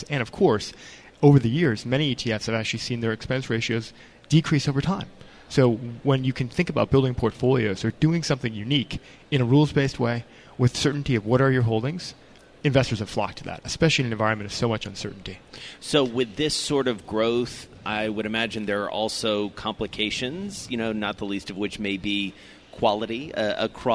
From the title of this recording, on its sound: Day Two From BNY Mellon's Pershing INSITE Conference in Phoenix